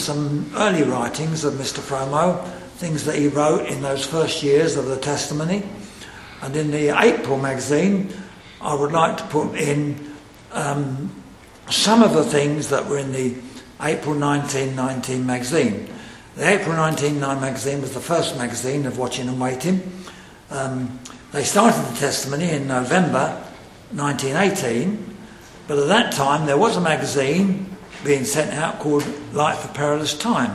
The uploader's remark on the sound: Secretary's remarks at the Centenary Conference in London at Westminster Baptist Church on Saturday 24th November 2018.